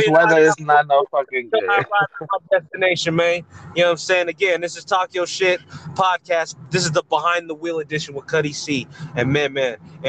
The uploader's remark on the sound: a quick segment talking their shit WHILE DRIVING